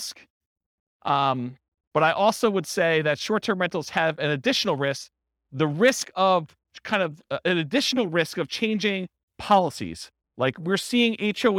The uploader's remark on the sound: This was a live class recorded